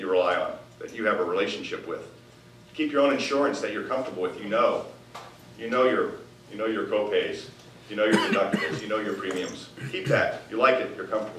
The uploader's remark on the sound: Addresses The Ripon Society's 4th Annual Symposium On Leadership on March 7, 2014. Appeared before a legislative symposium sponsored by The Ripon Society, delivering a Keynote Address.